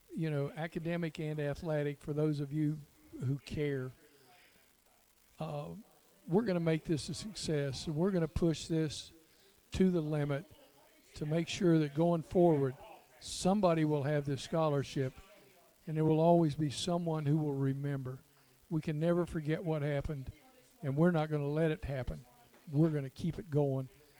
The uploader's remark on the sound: Live from The Union Pub and Grill